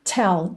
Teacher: Tell tem um arzinho nesse T, tá? Não é tell, é tell.